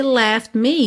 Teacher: Esse left me, você quase não ouve o T. Porque, sendo uma consoante oclusiva, pode aparecer mais, menos ou nada, right?